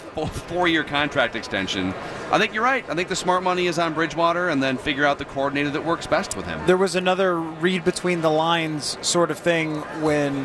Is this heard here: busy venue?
yes